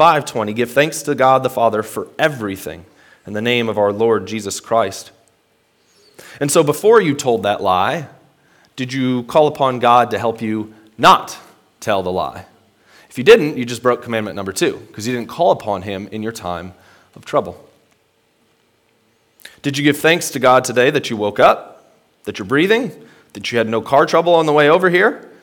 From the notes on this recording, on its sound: Today's word of encouragement comes from a sermon I preached at Hope Evangelical Free Church on March 7th, 2021.